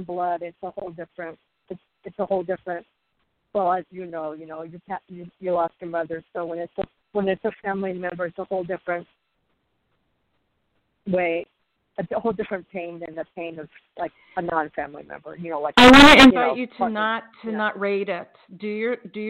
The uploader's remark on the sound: in response to callers' questions